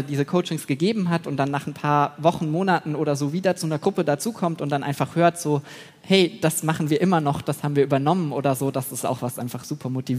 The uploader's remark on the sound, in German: Podiumsdiskussion Jahrestagung Netzwerk Wissenschaftsmanagement. September 2023 aufgenommen. An die Firma Kranz Live für die Unterstützung bei der Aufnahme.